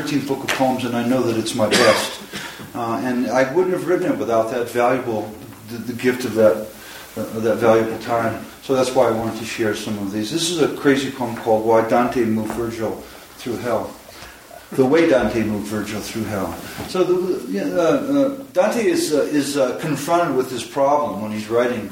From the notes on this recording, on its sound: Recorded at the Lannan Foundation in Santa Fe, New Mexico on March 1, 2015, as part of Lannan’s Poetry Sundays. Took questions from the audience.